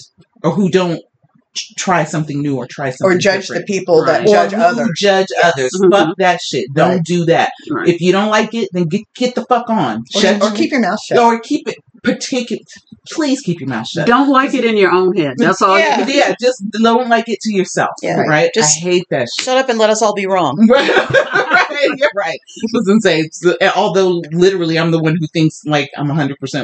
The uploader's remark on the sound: Sound issues still tried to derail us